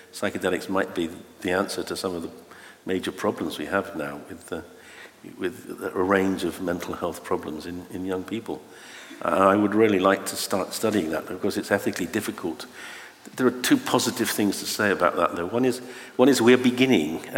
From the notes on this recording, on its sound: Recorded live from the launch event